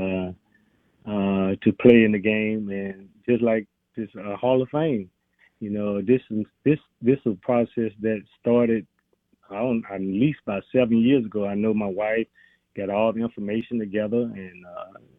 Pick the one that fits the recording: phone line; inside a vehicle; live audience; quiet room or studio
phone line